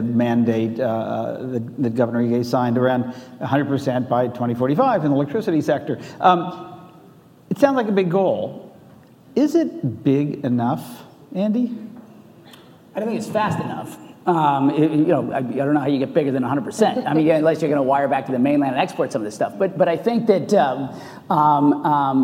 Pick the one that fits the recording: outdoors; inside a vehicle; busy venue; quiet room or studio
busy venue